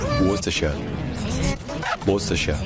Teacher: sur la première syllabe, wos, donc c'est un ou qui est court, wos. Ensuite on a juste ta, puis on a chia.